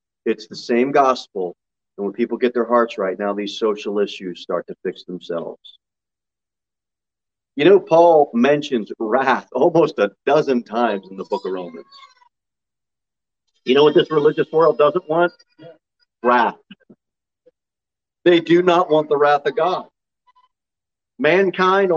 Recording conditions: large echoing room